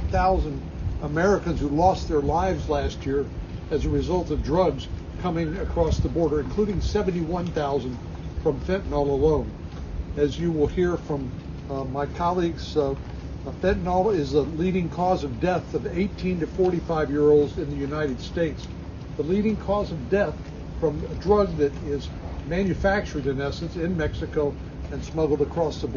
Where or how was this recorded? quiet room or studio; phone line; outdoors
outdoors